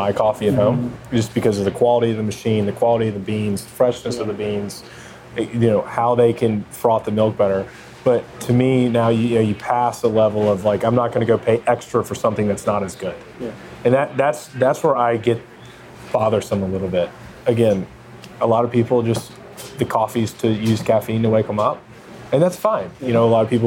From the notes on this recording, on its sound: We sat down at the Brentwood Country Mart (which was fun but also potentially too busy for the audio; we live and we learn)